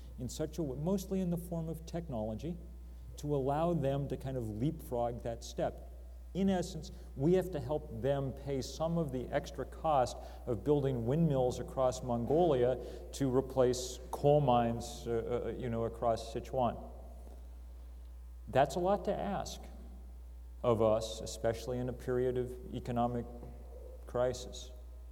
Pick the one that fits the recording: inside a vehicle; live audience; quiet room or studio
live audience